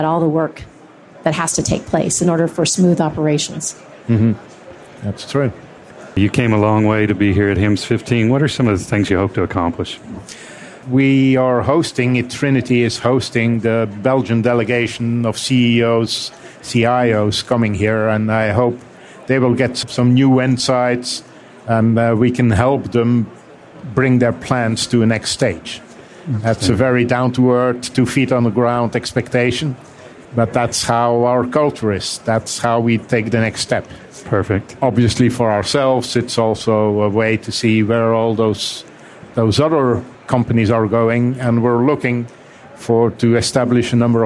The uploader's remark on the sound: The episodes were broadcast live in CTGHS’s booth at the The HIMSS15 Annual Conference and Exhibition. The interviews were recorded and will be published on a regular basis on intrepidNow Healthcare.